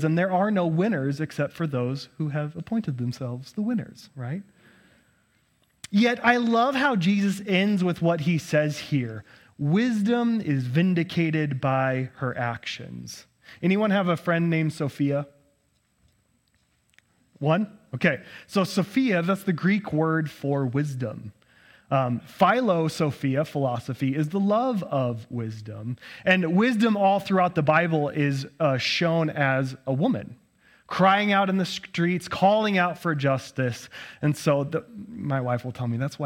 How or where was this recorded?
large echoing room